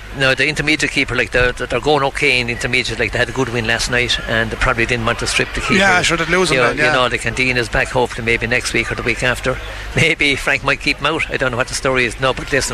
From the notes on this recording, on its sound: We were live in Netwatch Cullen Park